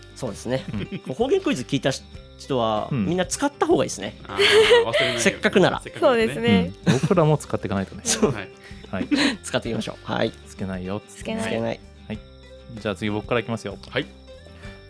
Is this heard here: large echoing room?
no